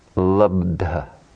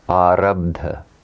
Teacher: Ta becomes aspirated ta. The final soft ba of the root causes the hard aspirate ta to become soft aspirate dha.